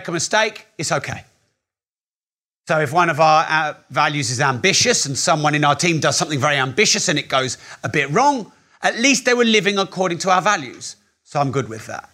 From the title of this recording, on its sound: Live Course Recording